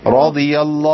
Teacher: عندي راء مفخمة والضاد مطبقة مفخمة